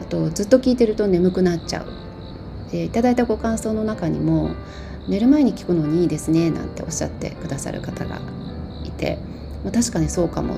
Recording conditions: sounds in the background